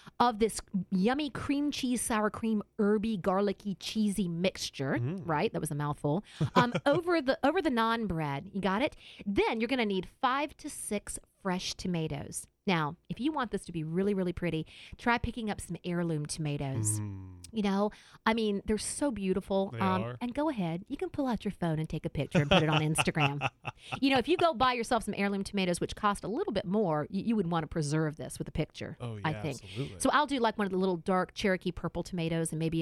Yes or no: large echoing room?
no